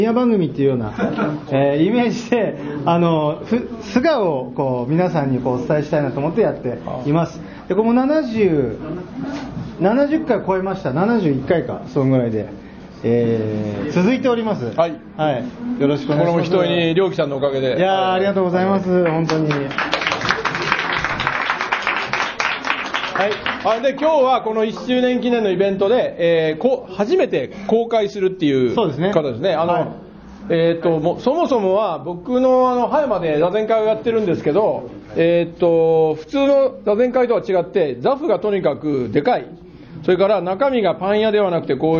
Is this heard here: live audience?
yes